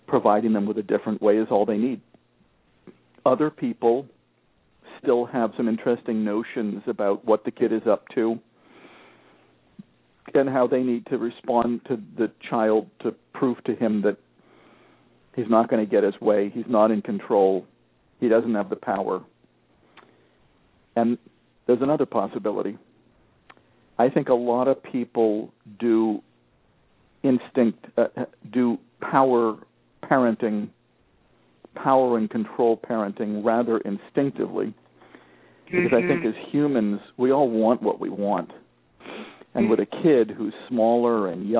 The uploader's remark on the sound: The Parents Panel -- along with a caller.